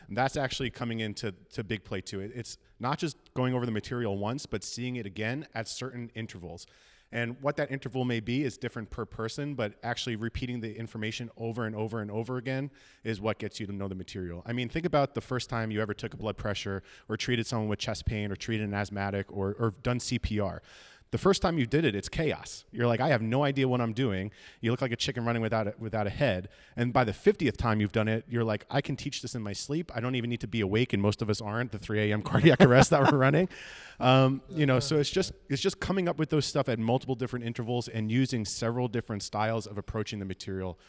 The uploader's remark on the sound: LIVE from Atlantic City! The gang went on the road to the National Conference on EMS to do a live-recorded episode. We get into it in front of a live audience!